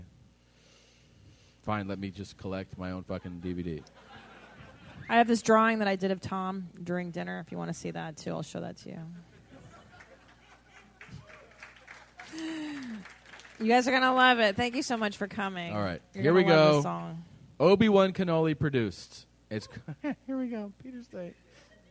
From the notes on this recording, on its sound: Live From San Francisco. It's LIVE from Man Fran Disco (San Francisco)!